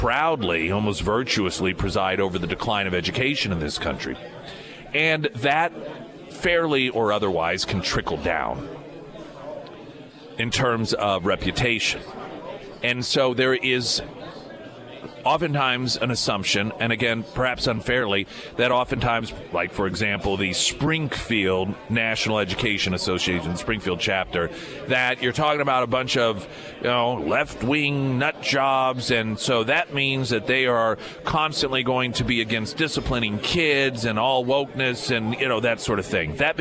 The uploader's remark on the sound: live at Scramblers Diner for the Friday Road Show